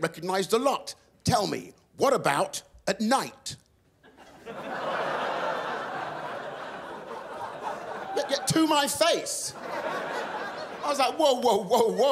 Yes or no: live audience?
yes